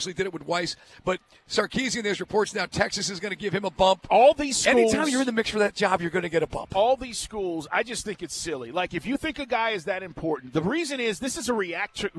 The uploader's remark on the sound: LIVE at State Farm